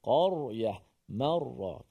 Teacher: Huruf ra dibaca dengan keadaan tafkhim, tebal.